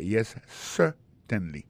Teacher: accent tombé sur premier syllabe là